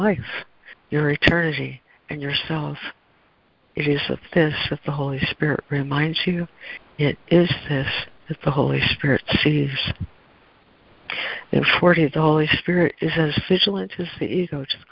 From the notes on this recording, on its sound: ACIM Daily Conference Call